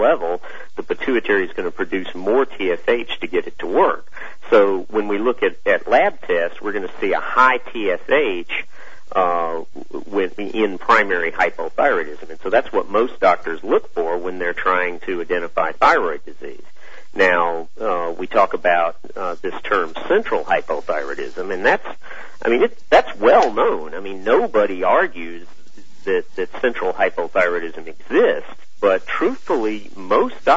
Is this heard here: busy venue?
no